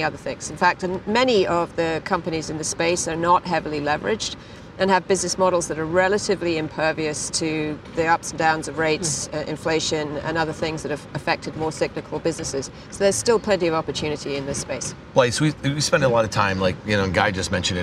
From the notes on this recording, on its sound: we’re back for a second day at the iConnections Global Alts Conference in Miami Beach